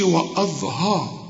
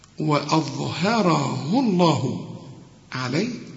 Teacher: هترقق الواو والهمزة وهترقق كمان الهاء · Shown in: second take · وأظهره الله عليه، كلها مرققة.